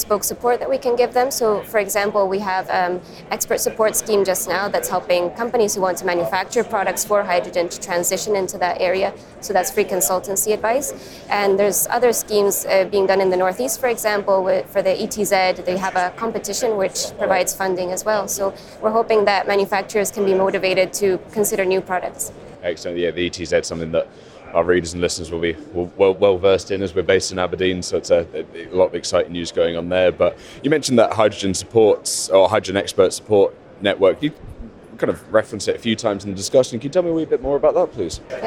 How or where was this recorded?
busy venue